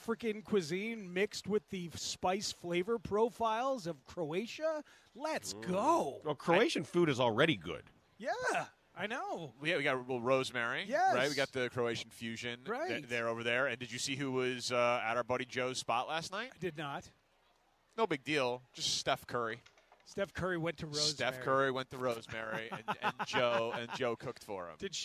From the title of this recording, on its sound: Live from Cubs Convention